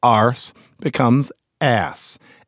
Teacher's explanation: So you talk about somebody's arse, and here in America, that just seems kind of British. What would happen if you drop the R? Then you get the ass.